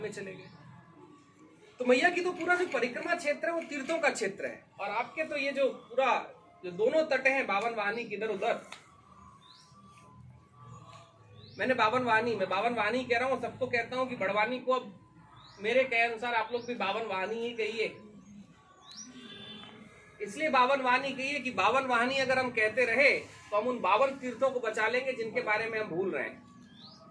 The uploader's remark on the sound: while walking the 3000 kilometres of the Narmada Parikrama, from the biggest towns to the smallest villages